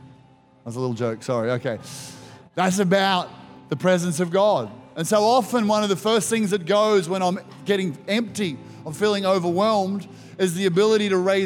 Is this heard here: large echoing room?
yes